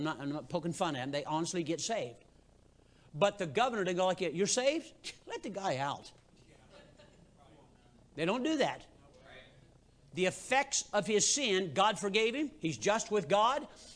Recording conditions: large echoing room